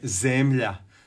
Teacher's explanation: to je kratko uzlazni, to je sporije, slabiji intenzitet i uzlazna intonacija, odnosno kombinacija silazne i uzlazne.